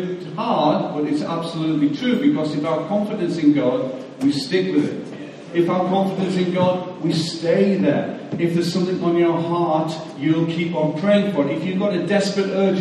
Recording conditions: large echoing room